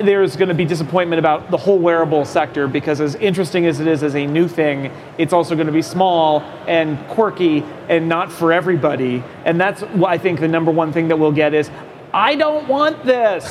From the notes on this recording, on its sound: Live from Macworld/iWorld.